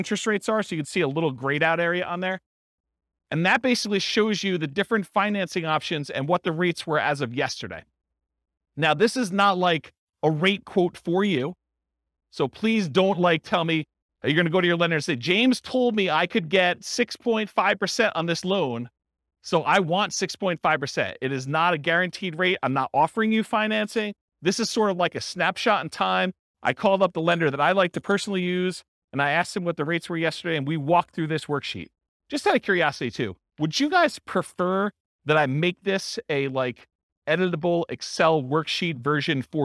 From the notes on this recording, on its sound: This was a live class recorded